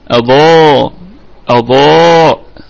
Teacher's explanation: والضاد في أعلى درجات التفخيم لأنها مفتوحة وبعدها ألف